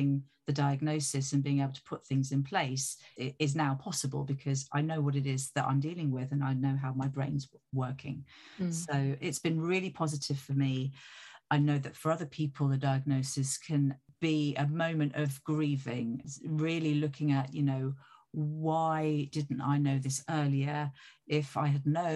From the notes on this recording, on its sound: Like all of our episodes, this was recorded remotely.